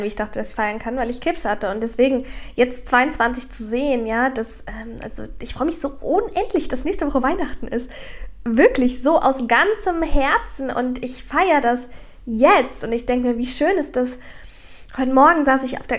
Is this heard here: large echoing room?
no